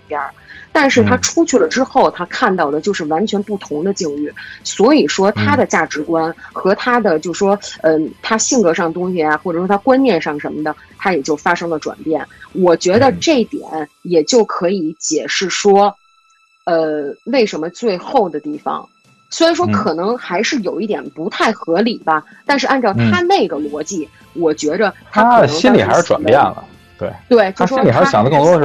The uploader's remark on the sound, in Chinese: 线上录音，音质有限，各位多包涵。